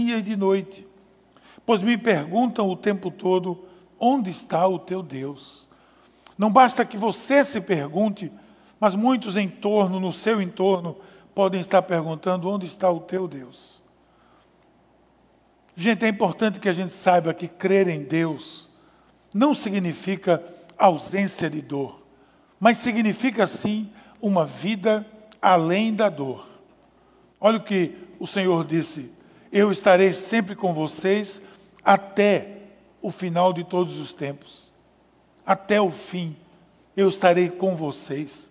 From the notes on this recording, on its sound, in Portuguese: Podcast gravado na PAES Piedade no dia 22/06/2020.